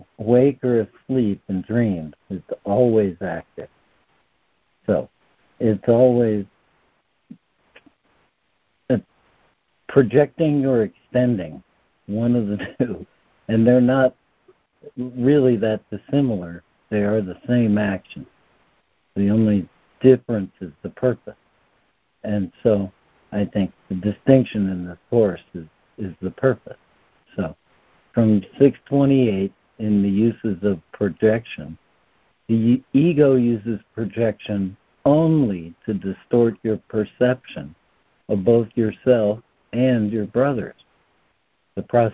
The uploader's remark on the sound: ACIM Daily Conference Call